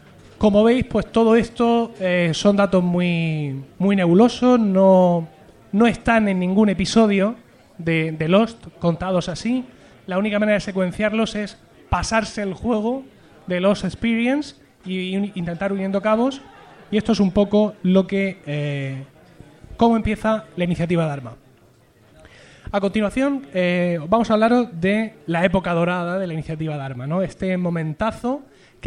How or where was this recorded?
busy venue